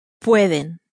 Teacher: They are all stressed as though they all end with vowels, even though only two of them do. · Term: onus rule